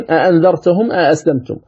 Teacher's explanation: يبدلها، يعني يبدل الثانية ألفا مادية طولا · Term: الإبدال